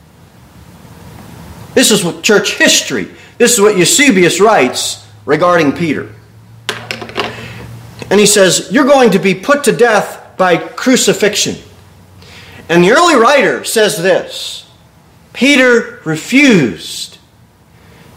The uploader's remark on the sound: Sermon delivered at Pilgrim Baptist Church on Sunday, October 8, 2023, at 11-15 am.